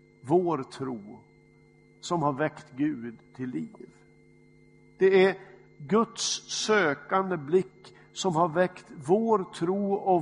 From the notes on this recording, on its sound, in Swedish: Inspelad i Smyrnakyrkan, Göteborg.